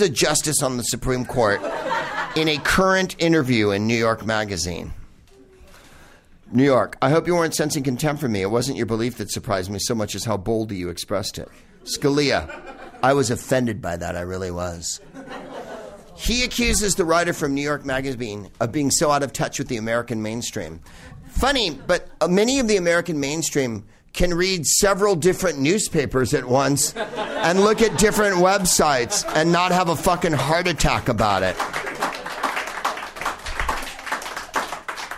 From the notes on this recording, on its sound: Back home at West Hollywood's Bar Lubitsch